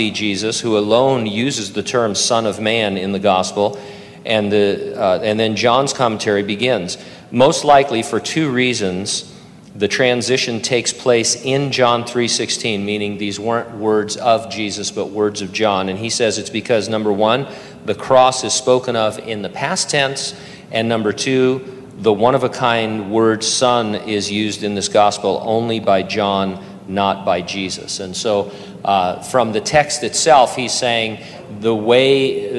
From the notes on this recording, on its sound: During a live Q&A session at Calvary Hanford.